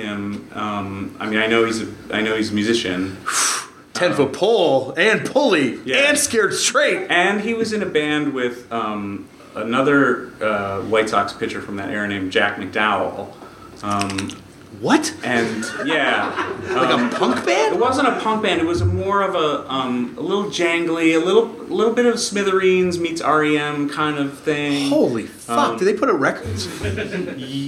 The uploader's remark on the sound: Hit the stage of legendary Boston (Allston) venue Great Scott and chat. TURNED OUT A PUNK LIVE IN BOSTON. Welcome to the first day of the Turned Out A Punk Live tour!!!